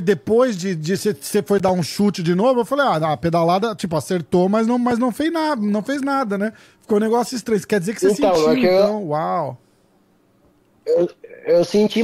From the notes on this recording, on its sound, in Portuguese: Participação por telefone ao vivo. Direto de Vancouver!!